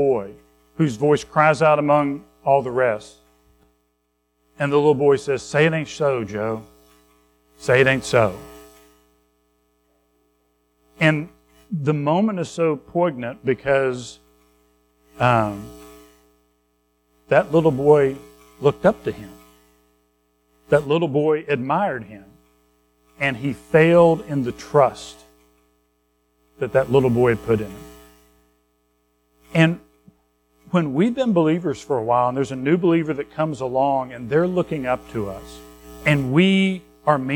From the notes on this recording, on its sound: Recorded at Madison Baptist Church in Madison WV on Nov 12, 2023